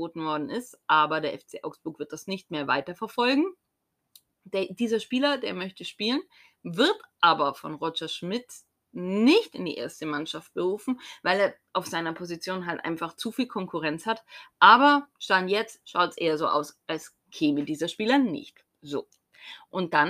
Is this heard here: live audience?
no